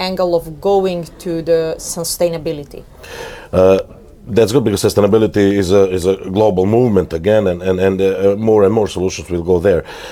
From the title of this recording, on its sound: Interview at Web Summit 2022